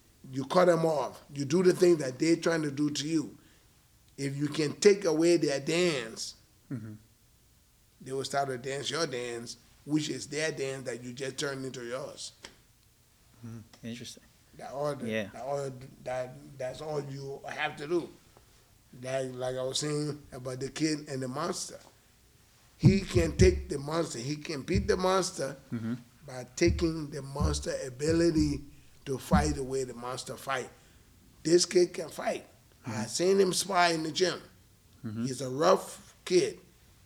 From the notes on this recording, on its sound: Shoutout to Showtime Boxing for letting us record in their awesome gym!